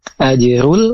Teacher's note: Ajirul, ini alif lam komariah. Terdengar suara lamnya, dan juga di depan huruf lam itu tidak ada huruf yang bertasydid.